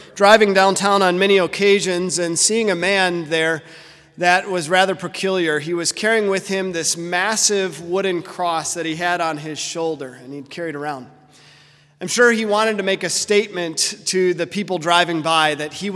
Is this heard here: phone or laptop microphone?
no